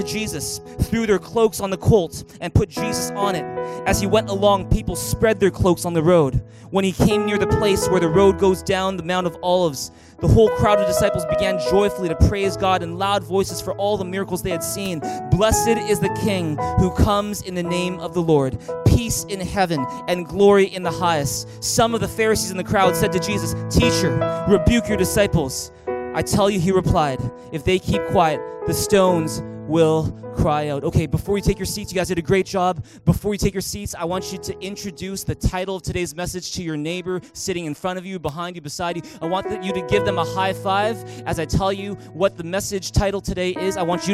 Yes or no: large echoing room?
yes